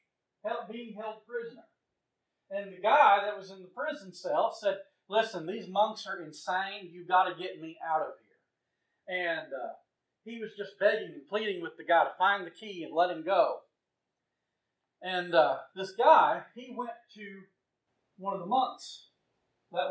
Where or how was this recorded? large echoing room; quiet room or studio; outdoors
large echoing room